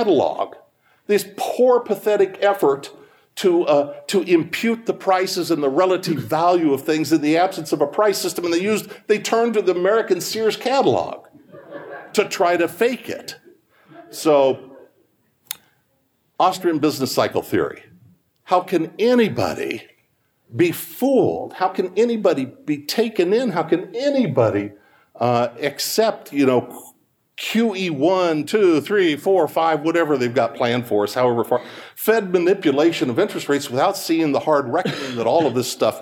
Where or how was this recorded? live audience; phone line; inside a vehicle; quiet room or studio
live audience